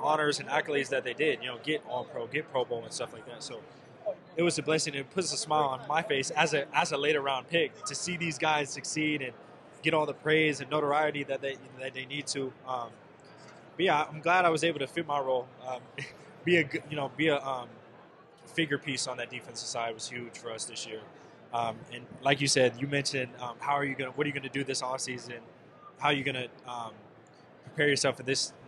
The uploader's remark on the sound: live on Radio Row in Las Vegas leading up to the Super Bowl